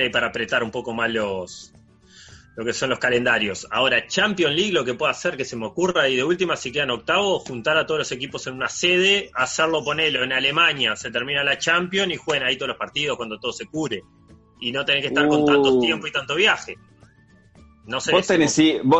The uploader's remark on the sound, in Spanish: lo hicimos DESDE CASA, usando la ya famosa aplicación Zoom.